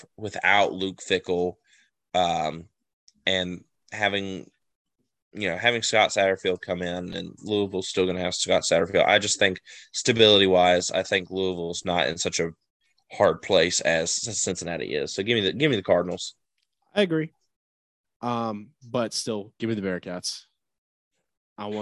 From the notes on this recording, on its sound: talk smack from a Zoom call